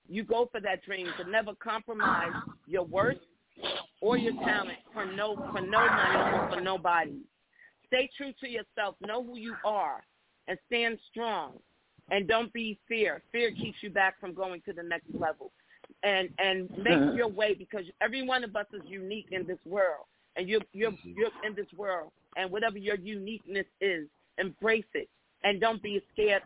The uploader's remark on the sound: we gonna have these ladies live on the phone